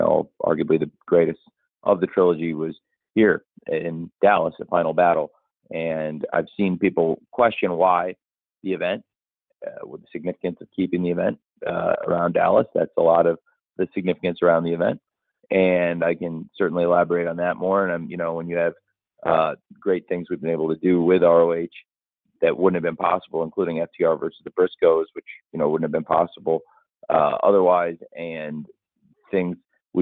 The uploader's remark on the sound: Media Conference Call